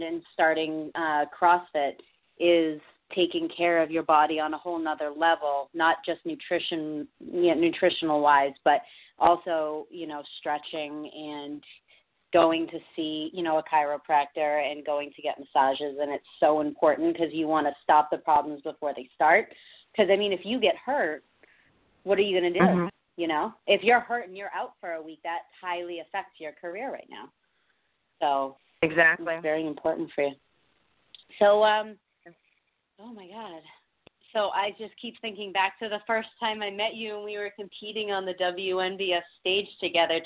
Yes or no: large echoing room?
no